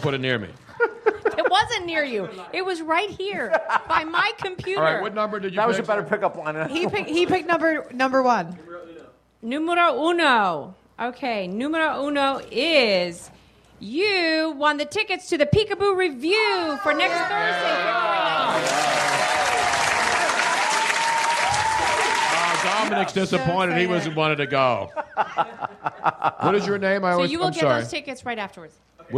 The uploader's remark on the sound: The whole gang was back in action at Comedy Sports Philly for our big Pre-Valentines day extravaganza. Our audience in the Theatre.